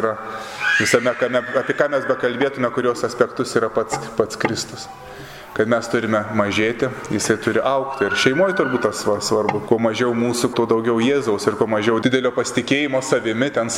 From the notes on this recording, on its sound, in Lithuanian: Įrašas iš Šeimų festivalio.